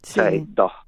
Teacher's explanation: la S se suele pronunciar como una aspiración